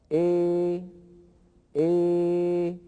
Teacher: السفلي، ويستطيع المتكلم أن يفتح فمه ويخفض فكه في آن واحد فيخرج صوت لا هو بالألف المحضة ولا هو بالياء الخالصة، بل هو صوت مركب من ألف وياء · Term: الإمالة الكبرى